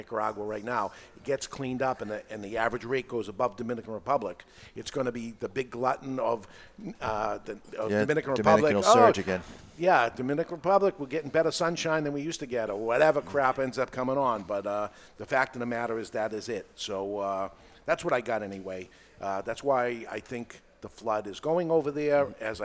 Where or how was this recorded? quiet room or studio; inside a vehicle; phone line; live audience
live audience